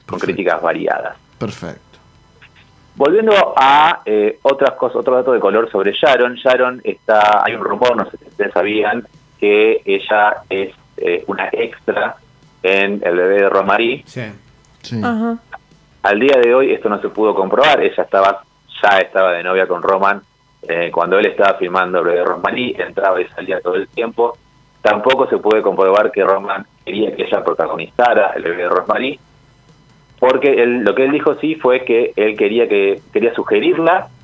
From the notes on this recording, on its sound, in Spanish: salió por teléfono